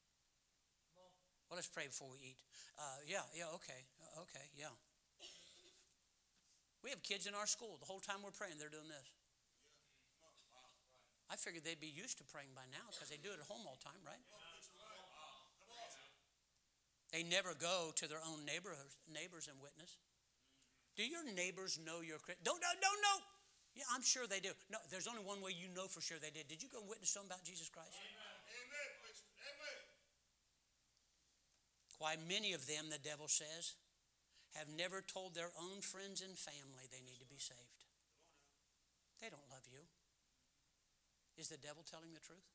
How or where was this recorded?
large echoing room